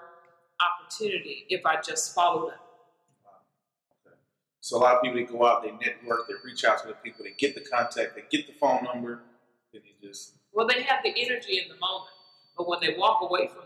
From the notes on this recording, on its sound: Sorry for the audio because it was recorded live